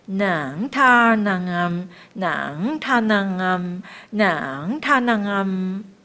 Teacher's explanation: 结尾的时候都好像鼻音重了一点有点往下沉一点